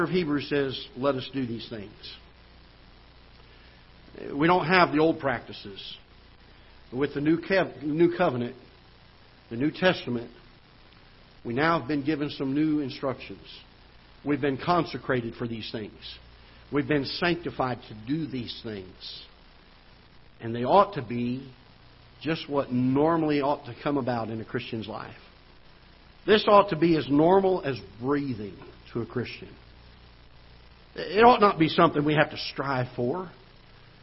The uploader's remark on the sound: Ketha Heights Baptist Church ~ Live Broadcast